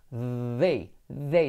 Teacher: They, se saca la lengua y se activan las cuerdas. They, they, se saca la lengua, pero para day la lengua se queda dentro.